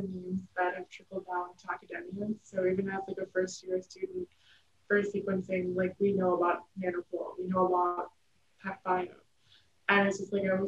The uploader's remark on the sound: We apologize for potential audio issues with this episode